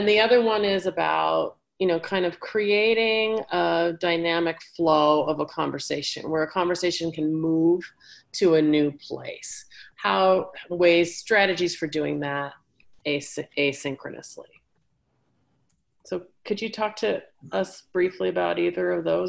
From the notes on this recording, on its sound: An excerpt from a live Zoom session which was part of a four day workshop Preparing to Teach in a Flexible Hybrid Model.